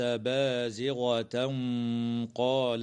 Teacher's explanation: والتنوين في قوله تعالى بازغة قال حكمه الإخفاء مع الغنة مفخمة